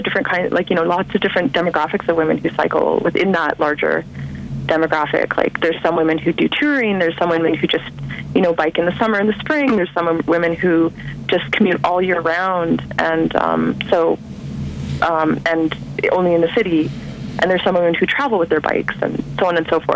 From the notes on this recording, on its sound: on the phone for the February edition of Bike Bits